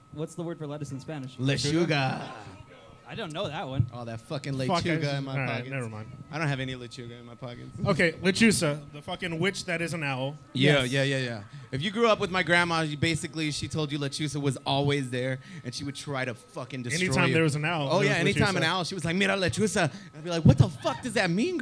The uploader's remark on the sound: live from 10 Sports Bar and Grill